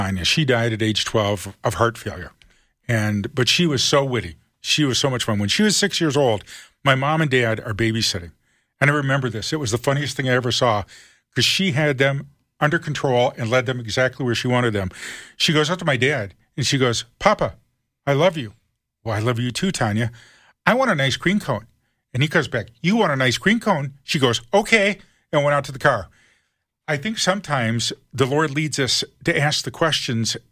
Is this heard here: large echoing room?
no